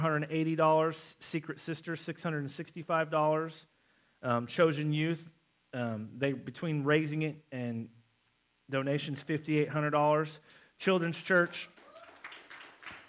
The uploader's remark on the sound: November 5th Missions Conference Sermon. At North Side Assembly of God in Springfield MO.